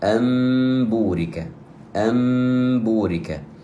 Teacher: مثال ذلك: أمبورك، أمبورك، أصل الكلمتين أنبورك، والنون في كلمة أن نون ساكنة وجاء بعدها حرف الإقلاب وهو الباء، فالحكم حينئذ يكون إقلابا. نقلب النون إلى ميم فنقول أم ثم حرف الباء مع إعطاء الميم قدرها من الغنة وهي حركتين